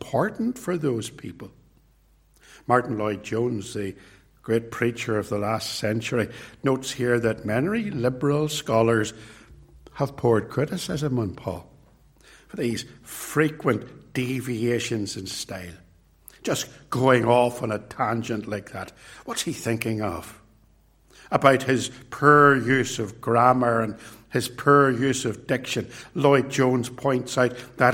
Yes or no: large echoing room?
yes